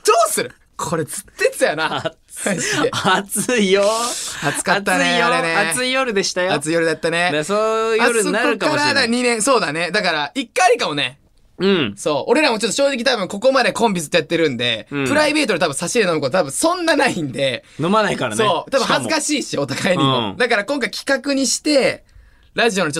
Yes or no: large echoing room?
no